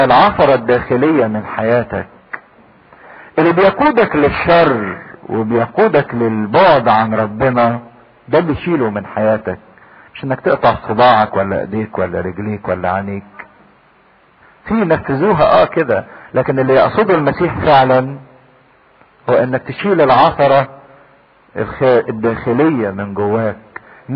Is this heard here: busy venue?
no